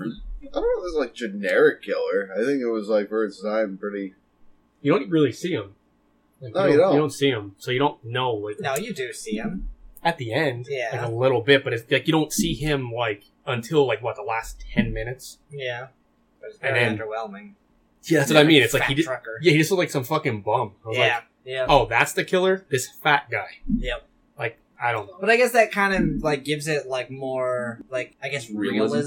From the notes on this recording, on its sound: we had issues with the audio in today's episode